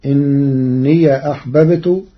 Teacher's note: قرأ ورش كلمة إني بفتح ياء الإضافة، فتصير إني أحببت والفتح والإسكان في لغة العرب.